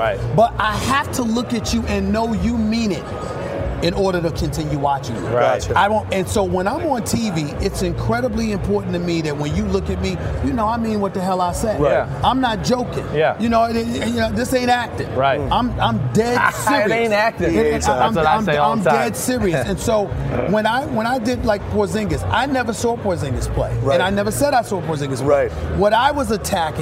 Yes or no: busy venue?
yes